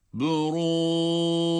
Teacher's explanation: Cim harfi kalkale harfidir. Sükun halinde kalkale ile duruyoruz.